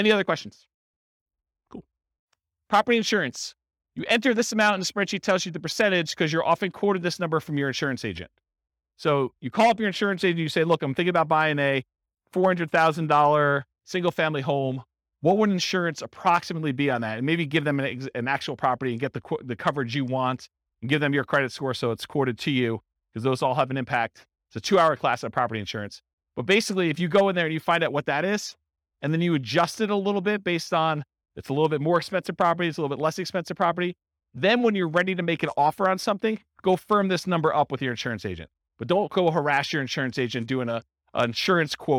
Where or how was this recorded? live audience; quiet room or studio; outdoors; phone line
live audience